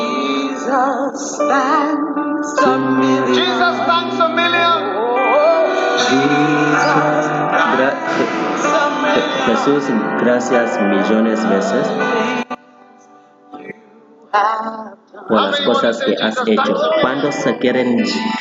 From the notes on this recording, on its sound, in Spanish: Predicado en Light Conference 2023, Catedral de Alabanza, Manila, Filipinas.